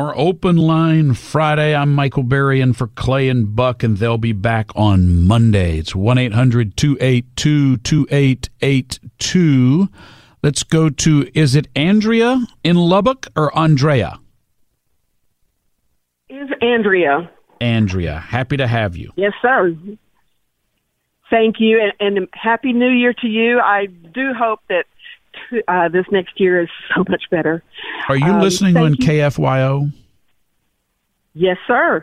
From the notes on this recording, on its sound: From NewsRadio 740 KTRH in Houston, welcomed more of your Open Line Friday calls as 2021 ticked down to midnight.